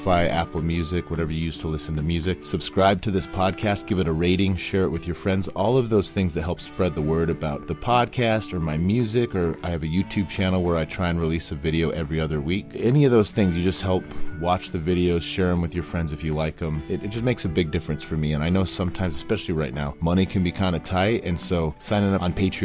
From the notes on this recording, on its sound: The sound quality isn't great because it was done over the phone